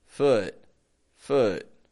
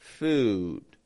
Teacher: Sometimes we keep the lips totally neutral, keep the jaw very close together, and we get foot, foot, instead of food. · Shown in: first take